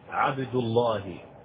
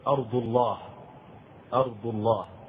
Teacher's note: إذا كان الذي قبله مفتوحا أو مضموما أو حتى ساكنا أصليا فإنه يفخم